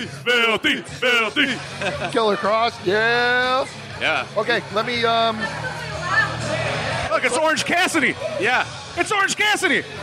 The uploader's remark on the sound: Live from Mac's Wood Grilled. This week's episode is coming to you live from Mac'c Wood Grilled in Chicago. We recorded this the day of All Out and we had a blast.